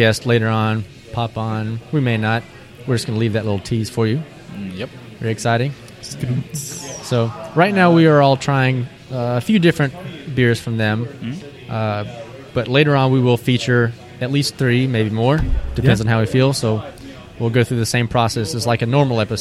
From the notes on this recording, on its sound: We spend some time at Division Brewing in Arlington, TX